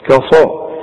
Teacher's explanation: الاول ارقق الكاف وبعدين افخم الصاد